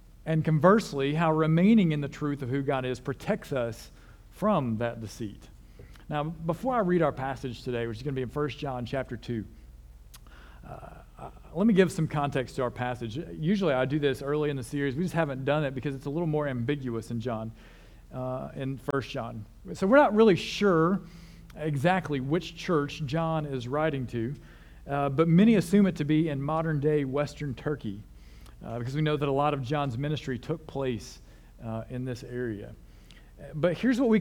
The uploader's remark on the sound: This sermon was originally preached at CCC.